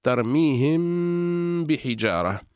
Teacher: فالميم من الشفتين وكذلك الباء من الشفتين، فهما حرفان من مخرج واحد، إلا أن الميم فيها غنة والباء ليس فيها غنة · Term: إخفاء الميم الساكنة